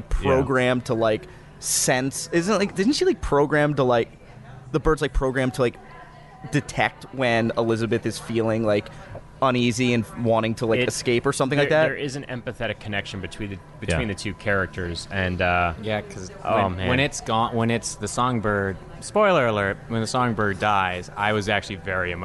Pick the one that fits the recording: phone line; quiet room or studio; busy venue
busy venue